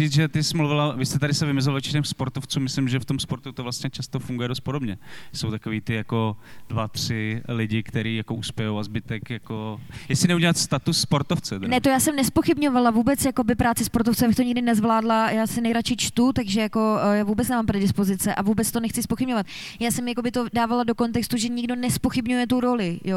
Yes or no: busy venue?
yes